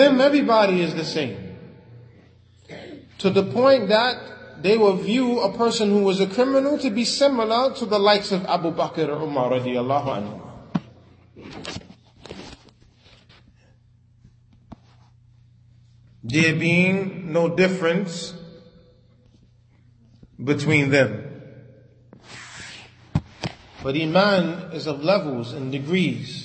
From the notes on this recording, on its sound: Lecture given at Masjid Nur Allah, Queens, NY.